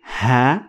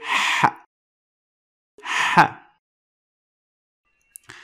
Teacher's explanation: it comes so close to the sound of h in English. But it is less deeper in your throat. · Shown in: second take